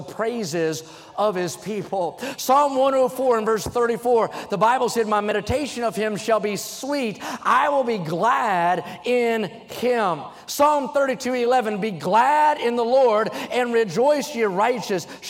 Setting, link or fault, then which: setting, large echoing room